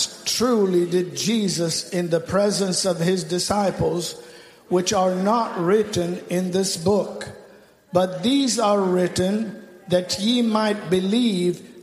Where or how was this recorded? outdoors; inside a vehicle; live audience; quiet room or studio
live audience